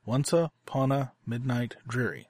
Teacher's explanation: where you've got a stressed and an unstressed syllable across the whole line. So it's in what's called trochaic quadrameter.